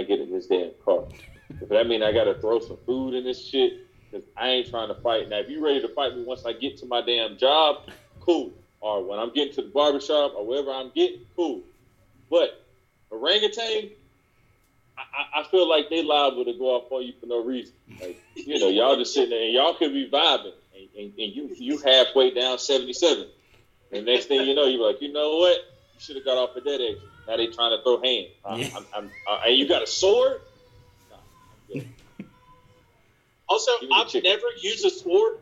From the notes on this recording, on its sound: jumped on zoom